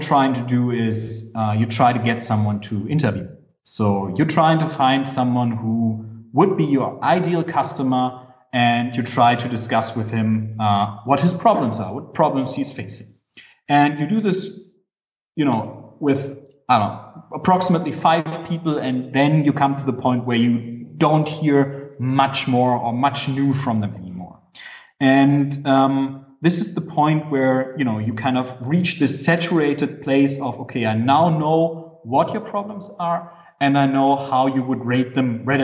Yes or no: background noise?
no